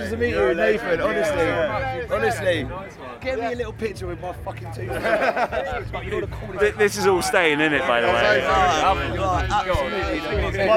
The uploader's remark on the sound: Our interviews from 2000 Trees Festival. Listen out for a cameo from a couple of fans.